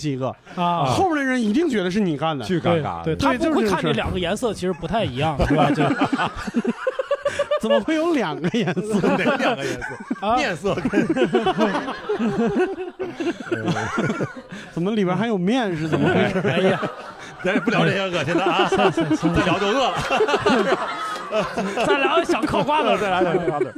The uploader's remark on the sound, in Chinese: 谐星聊天会首次线下 邀请30名观众一同 录制